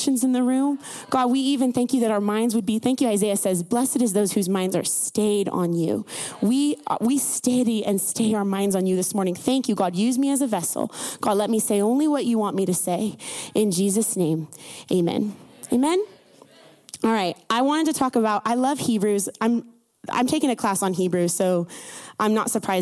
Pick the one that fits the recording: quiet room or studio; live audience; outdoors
live audience